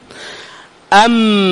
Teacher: انقطع الصوت عند الشفتين وتوقف الصوت هناك في جزء معين · Term: الميم